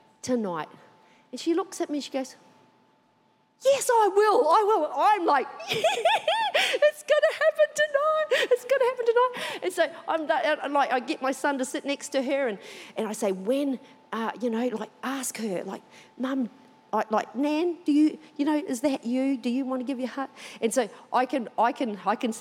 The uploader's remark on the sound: Recorded during our 9am service on Sunday, the 12th of March 2023